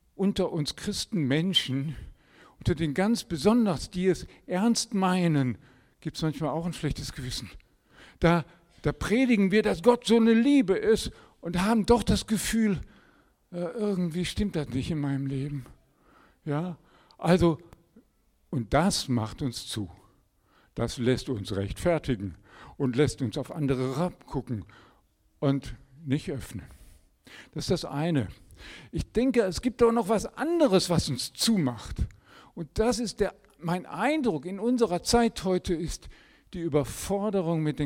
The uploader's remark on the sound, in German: Predigt im Rahmen des GreifBar+ Gottesdienstes